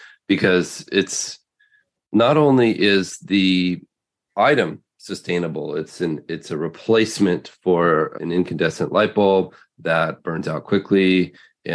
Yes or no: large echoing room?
no